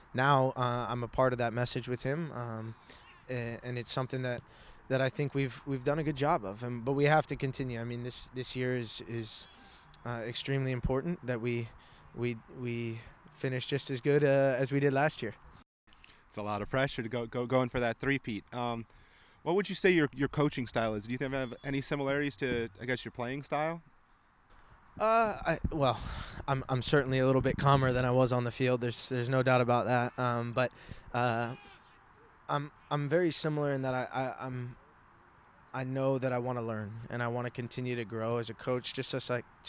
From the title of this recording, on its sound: Live From The Combine